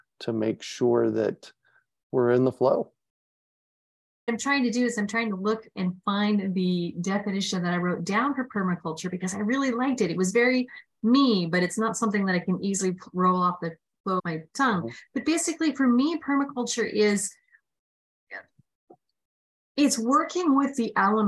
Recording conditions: video call